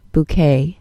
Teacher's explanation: The vowel in the first syllable is an O-O sound, and the T on the end is silent.